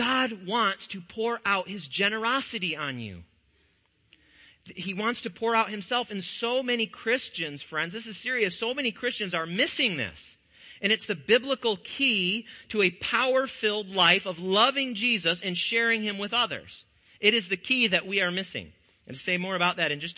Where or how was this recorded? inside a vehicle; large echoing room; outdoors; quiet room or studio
large echoing room